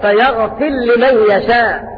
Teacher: باقي القراء قرأوا بالجزم في الفعلين. وعلى هذا فإن أبا عمرو بخلف عن الدور يدغم الراء في اللام